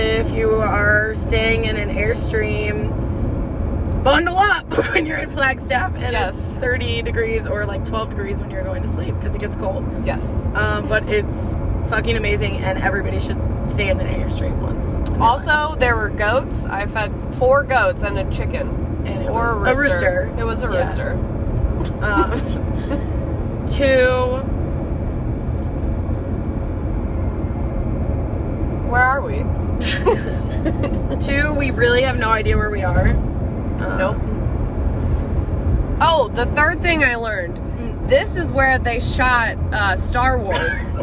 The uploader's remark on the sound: In the car, on our way back to the Phoenix Airport.